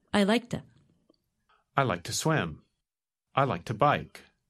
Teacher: When we say it quickly, the word to is pronounced ta.